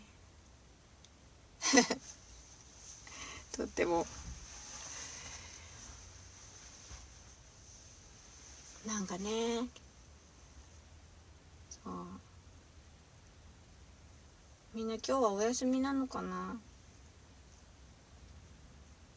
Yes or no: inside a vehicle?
yes